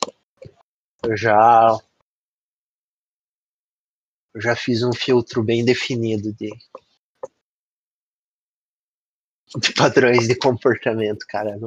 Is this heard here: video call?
yes